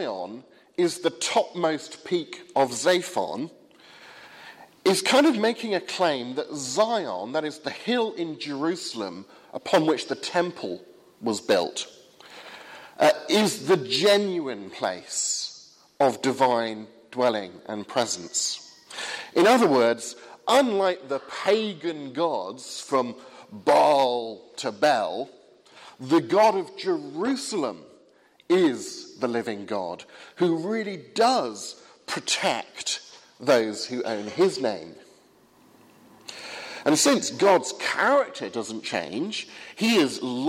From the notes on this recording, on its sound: Sermon on Psalm 48 from the 8 am service at Highfields Church, Southampton, 31st January 2016.